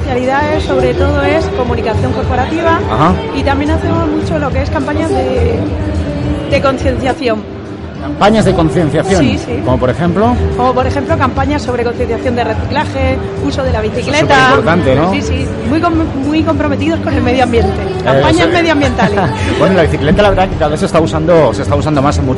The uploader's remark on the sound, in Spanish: En directo desde #EventoDays, que se desarrolló los días 6 y 7 de julio en IFEMA.